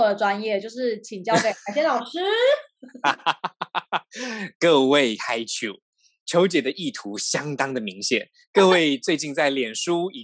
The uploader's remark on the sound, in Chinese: 本集採遠距錄音，因網路問題，時有斷訊、音訊不良或是雜音狀況產生